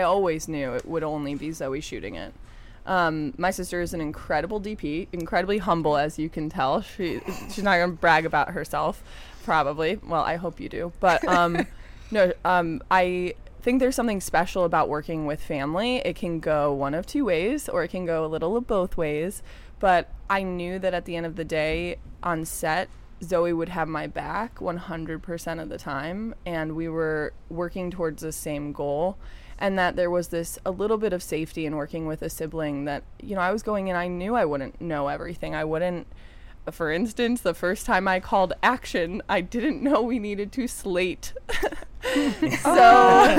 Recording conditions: busy venue